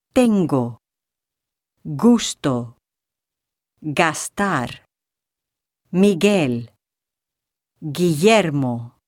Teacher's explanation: At the beginning of a word, after a pause, or after the letter N, the Spanish G is pronounced as a stop. That is, no air is allowed to escape over the back of the tongue when it is pronounced. This sound, equivalent to the letter G in the English word get, is represented as G.